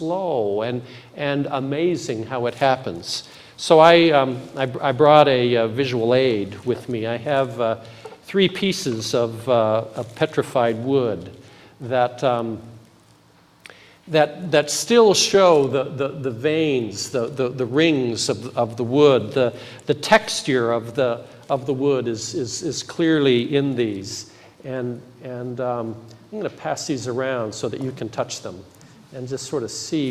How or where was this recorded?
large echoing room